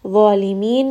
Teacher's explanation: Dha is going to be heavy and it is going to be a two count med. Zalimin. And then we end here on a four count med added to sukun.